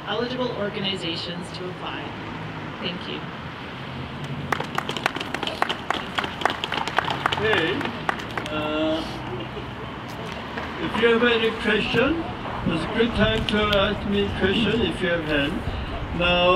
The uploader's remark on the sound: Press Conference in Burlington, Ontario